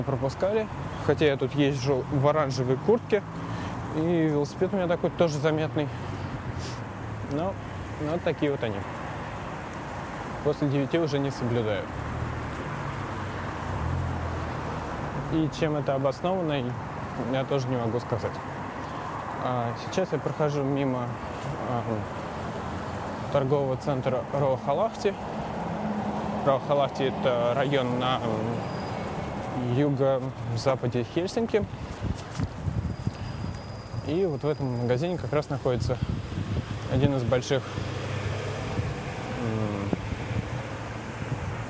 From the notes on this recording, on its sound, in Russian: Особенности передвижения на велосипеде по Хельсинки. Настоящие звуки финского города.